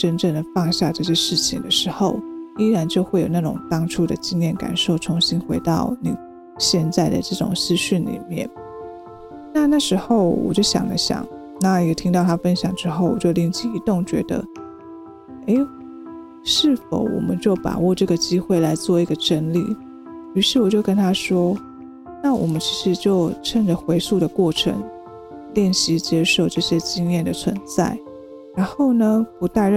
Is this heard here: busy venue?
no